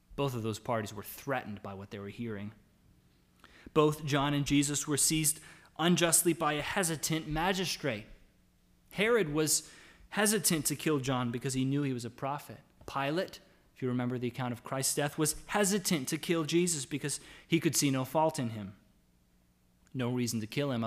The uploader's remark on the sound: The audio from our Lord's Day service on October 4, 2020. It was our joy to be able to gather to worship in song and prayer.